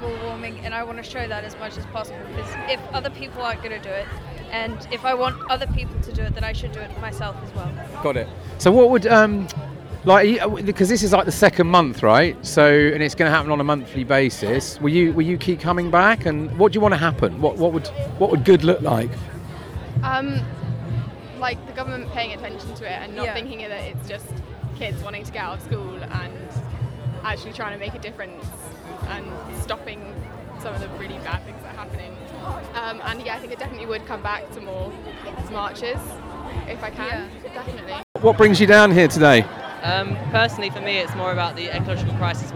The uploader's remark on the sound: Fridays for Future School Climate Strike Live from Bristol. In this episode I head to Bristol with my son to join the Schools Climate Action strike - Fridays for Future and chat to students. This is experimental, noisey and insightful!